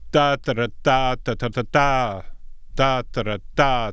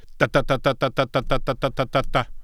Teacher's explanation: in Spanish, you get a fairly fast beat for every syllable · Shown in: second take